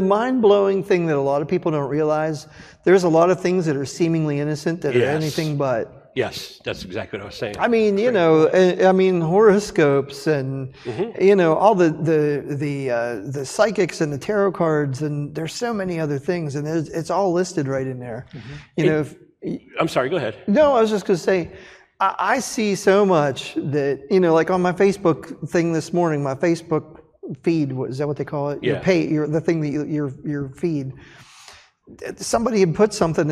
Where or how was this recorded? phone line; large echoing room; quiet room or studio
large echoing room